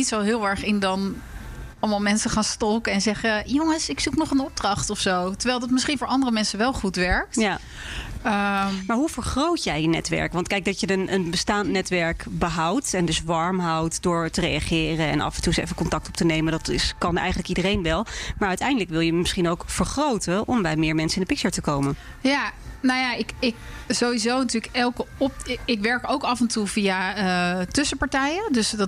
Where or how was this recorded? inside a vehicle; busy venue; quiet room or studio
busy venue